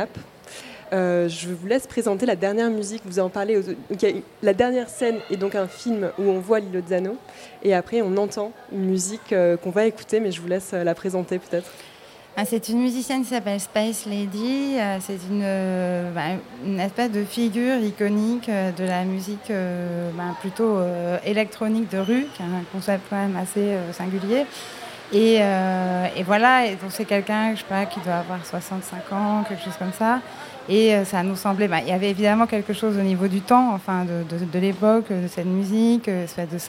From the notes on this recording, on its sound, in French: Un plateau radiophonique enregistré en public. Sur la terrasse du Théâtre des Bernadines. FID, Festival international de cinéma de Marseille.